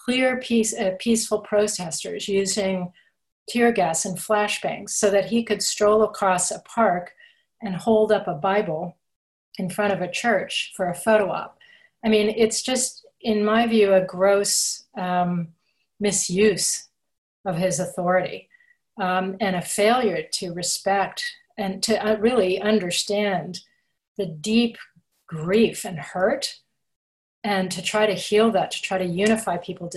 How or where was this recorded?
video call